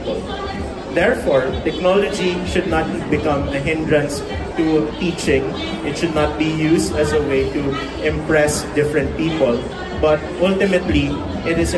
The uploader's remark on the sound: EduTech Philippines 2019. Some live recordings during the actual conference.